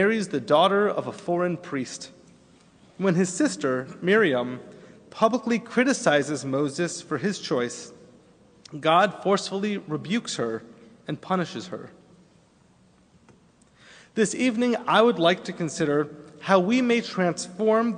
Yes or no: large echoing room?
yes